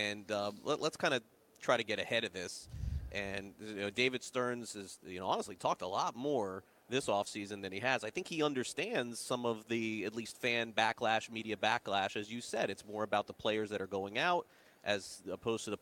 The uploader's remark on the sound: LIVE FROM THE MLB WINTER MEETINGS.